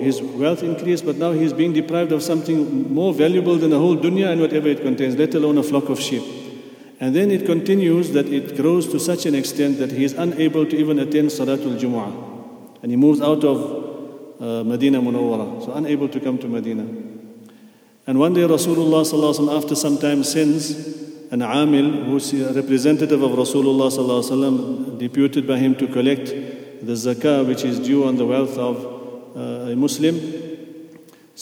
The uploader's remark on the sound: at the Houghton Masjid (West Street)